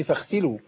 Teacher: عشان ندلش الغين بخاء